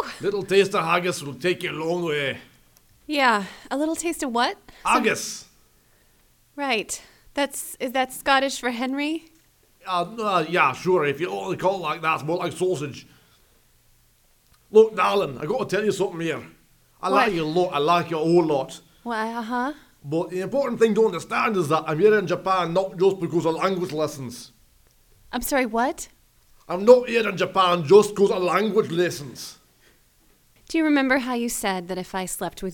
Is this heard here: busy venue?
no